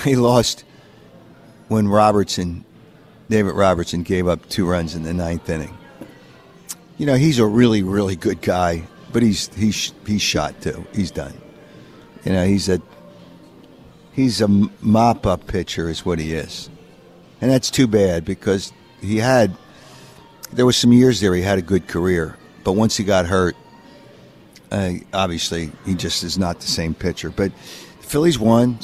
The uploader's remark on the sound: Live from the Borgata